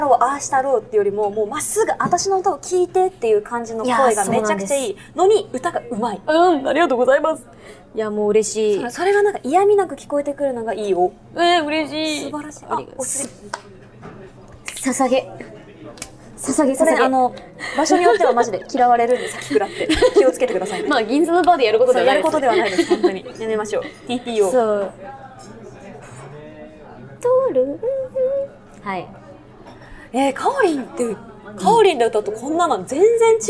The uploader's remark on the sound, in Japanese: 今回もニッポン放送を飛び出して「The CHOYA 銀座BAR」さんにお邪魔しての収録です！外ロケですが。